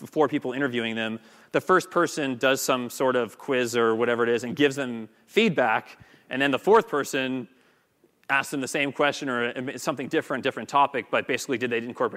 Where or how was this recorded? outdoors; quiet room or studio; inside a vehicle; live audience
live audience